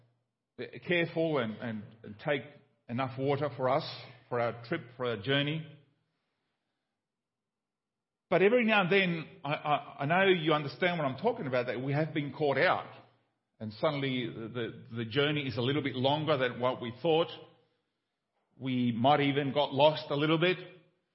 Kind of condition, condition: setting, large echoing room